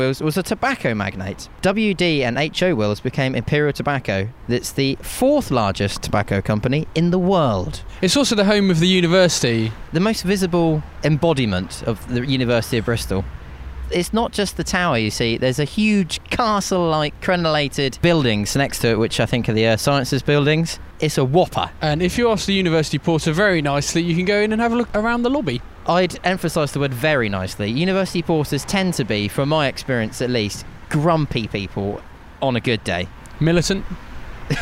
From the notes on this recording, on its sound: on an entertaining walk as they discover the sights and sounds of Bristol.